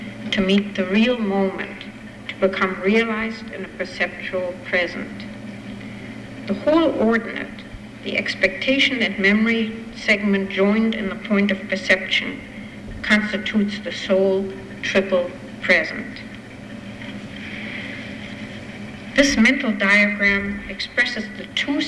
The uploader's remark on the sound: Recording of part one of a two-part lecture. As part of the Formal Lecture Series.